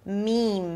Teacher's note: Meme, you start with an M sound, a high E as in see, and then you close it with another M. Meme, make sure you close your lips for the M, otherwise it's gonna sound like mean